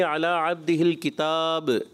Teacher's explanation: عبدہ الکتاب آپ نے جب وقف کیا تو کلکلہ چھوڑ دیا تو جب وقف کریں گے علی عبدہ الکتاب کلکلہ بھی کرنا ہے